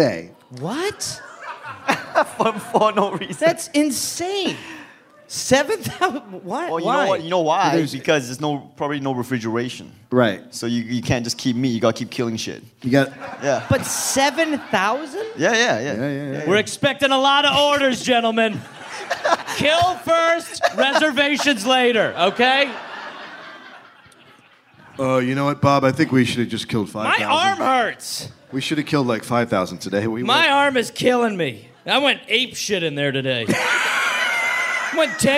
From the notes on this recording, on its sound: Record a live podcast in Brooklyn.